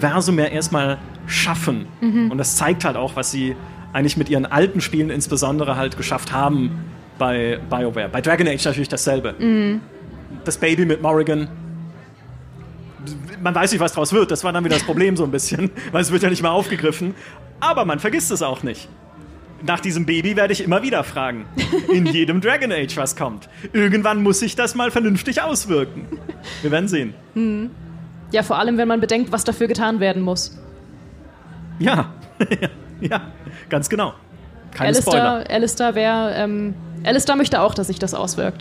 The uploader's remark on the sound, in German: Live-Podcast vom Münchner Geek-Festival